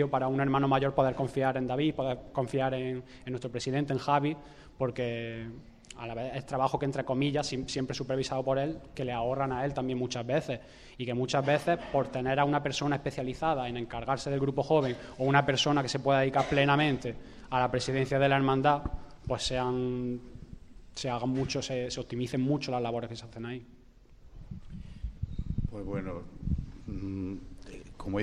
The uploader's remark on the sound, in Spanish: Pasión en Jaén ha sacado sus micrófonos para grabar la mesa redonda sobre la juventud cofrade que ha tenido lugar en el marco del Encuentro de Grupos Jóvenes organizado por el Grupo Joven de la Estrella con motivo de su décimo aniversario. Casa Hermandad Estrella.